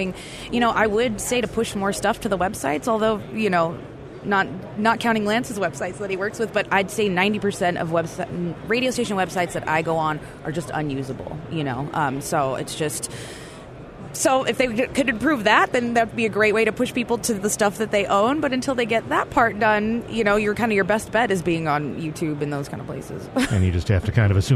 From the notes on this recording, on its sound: Live at the NAB Show.